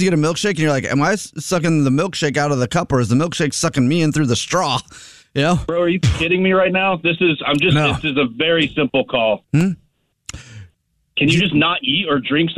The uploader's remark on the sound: talks with Food in his Mouth with this Phone Prank!